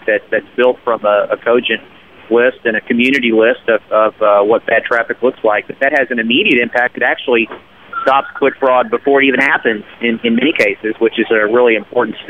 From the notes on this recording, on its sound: broadcasts on location from ad:tech in San Francisco